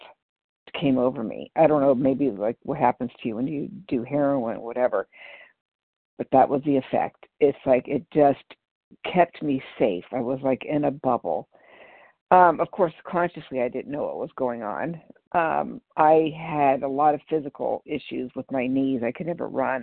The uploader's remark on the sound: 100 Pounders Phone Meeting on 12/3/20